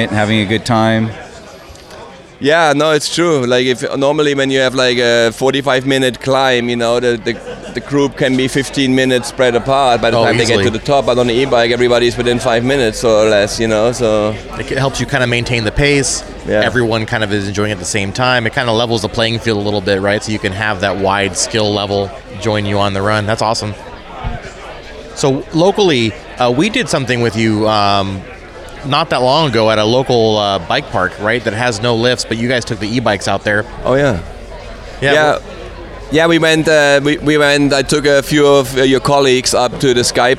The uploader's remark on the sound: recorded at the 2019 Sea Otter Classic in Monterey, CA